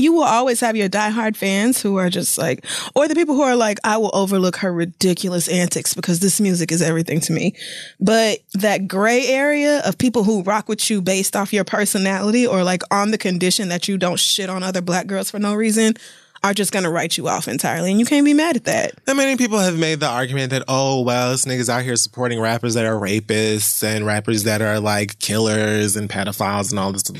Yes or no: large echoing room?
no